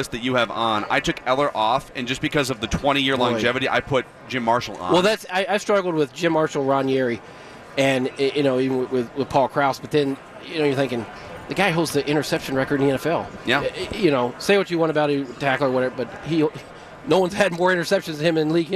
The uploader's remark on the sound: live from Radio Row all week